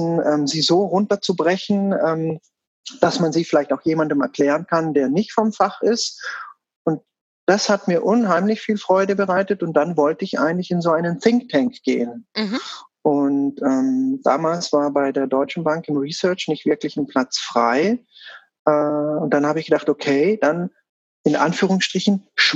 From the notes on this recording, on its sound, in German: Denn mit Voranschreiten der aktuellen Situation wurde aus einem langfristig geplanten Treffen vis-a-vis ein Zoom Call.